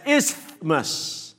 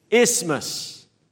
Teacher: But actually, the proper way to pronounce it is without the TH. It's silent. · Shown in: second take